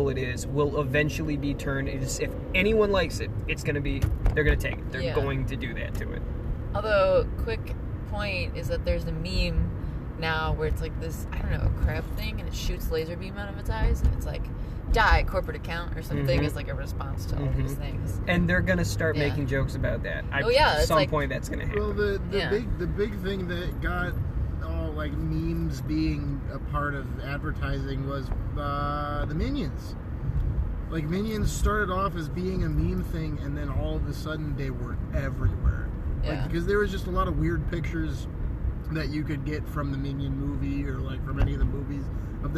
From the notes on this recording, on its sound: recorded in a moving vehicle and a falafel restaurant